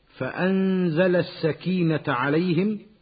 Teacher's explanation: فأنزل نون ساكنة قبل الزاي، تخفى النون مع بقاء الغنة بمقدار حركتين، ويسمى إخفاء حقيقيا.